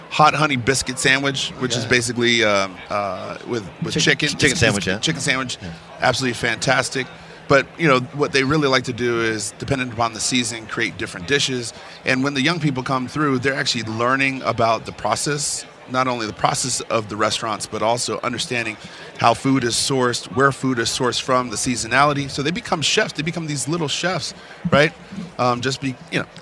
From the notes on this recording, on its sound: live from Radio Row at Mandalay Bay in Las Vegas